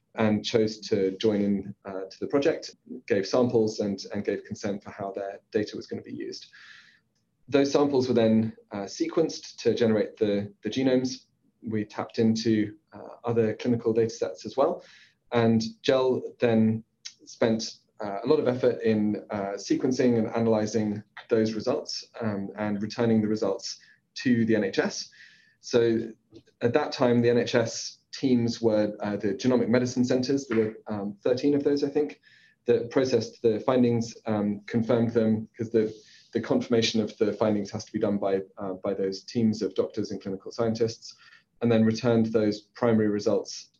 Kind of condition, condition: link, video call